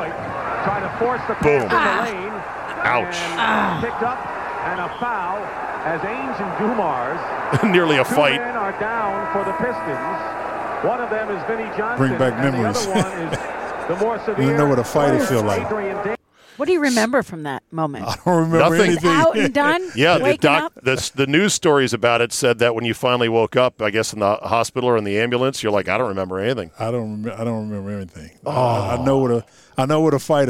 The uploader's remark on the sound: outside the Palm in Tysons Corner